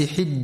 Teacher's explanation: ينتبه القارئ برواية حفص عن عاصم في كلمة حج لكسر الحاء وعدم فتحها، فلا يقرأ حج.